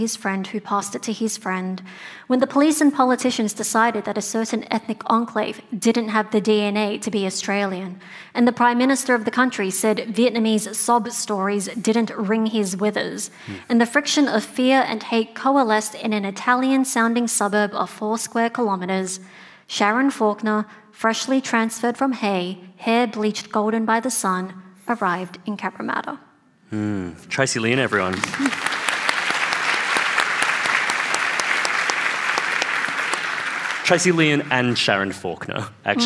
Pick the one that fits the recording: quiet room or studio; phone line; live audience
live audience